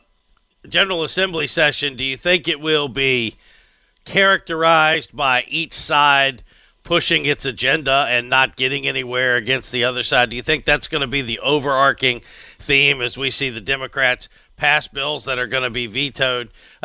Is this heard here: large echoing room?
no